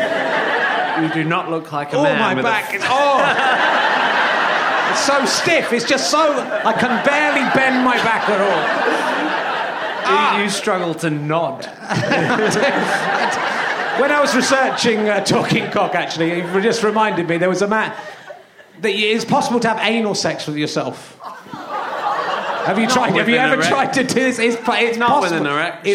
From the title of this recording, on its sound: Leicester Square Theatre Podcast